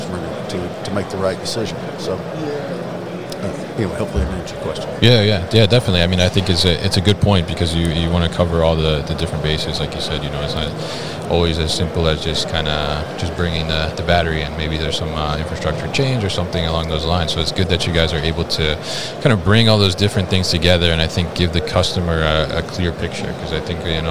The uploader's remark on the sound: Concentric at MODEX 2022. Joined live at MODEX 2022.